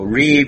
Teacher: This dot and this yud are like an I sound, and this is like a B sound. And in Hebrew, you sometimes pronounce the B like a V. So Reeve or Reeb, not rib.